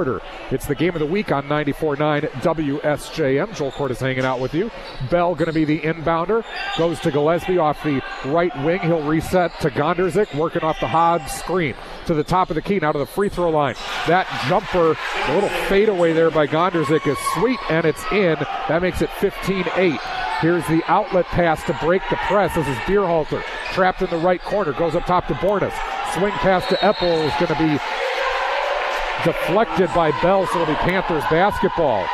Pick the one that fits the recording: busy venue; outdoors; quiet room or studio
busy venue